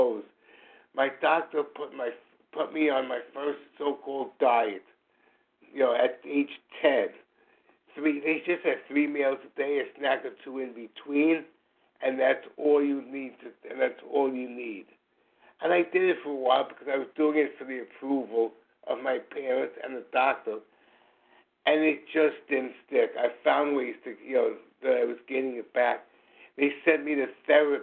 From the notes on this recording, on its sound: from the 100 Pounders Phone Meeting, 5/6/23